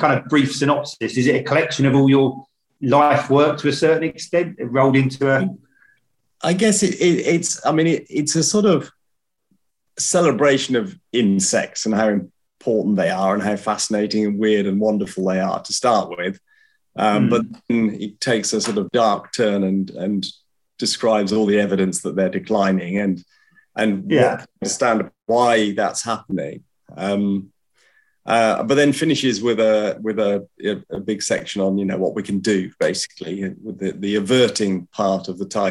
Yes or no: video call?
yes